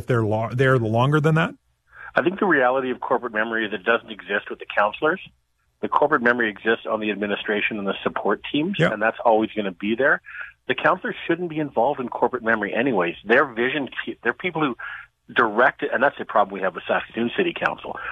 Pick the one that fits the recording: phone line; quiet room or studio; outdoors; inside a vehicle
phone line